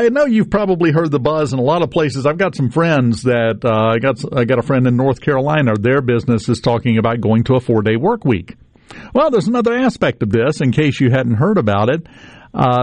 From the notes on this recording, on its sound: Stops by the SuperTalk Studio. Joins the discussion by phone.